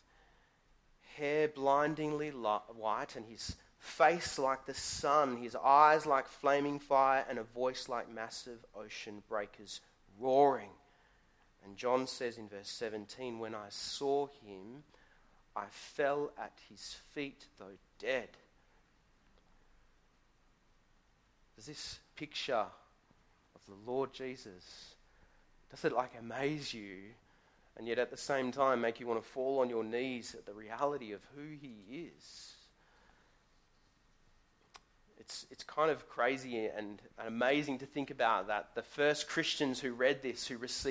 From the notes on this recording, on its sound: Sermon recorded live from Morley Baptist Church.